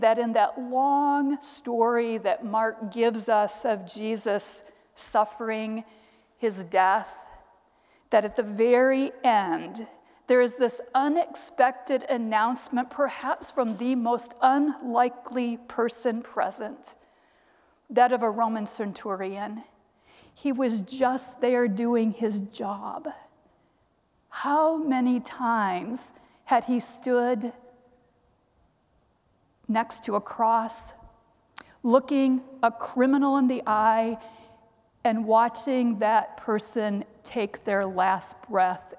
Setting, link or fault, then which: setting, large echoing room